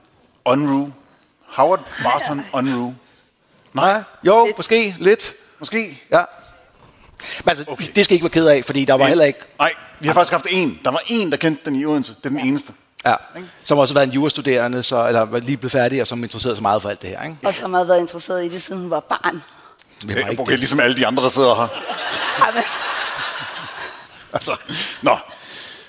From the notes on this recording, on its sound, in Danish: Live fra Århus Musikhus